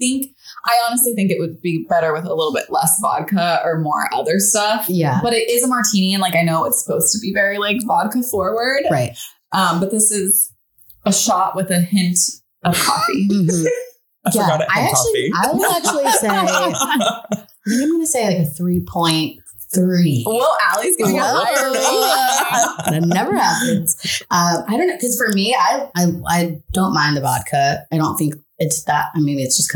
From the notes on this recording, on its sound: Apologies in advance for the echo-y audio...we're learning over here.